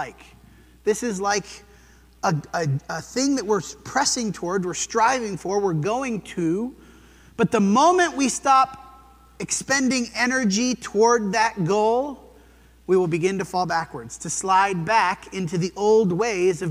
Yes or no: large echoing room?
yes